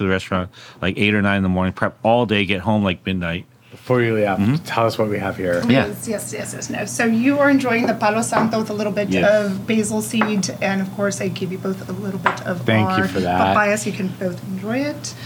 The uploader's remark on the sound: Was recorded at Damian in Downtown Los Angeles.